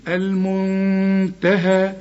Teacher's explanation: في غنة، لكن النون دي بنخفيها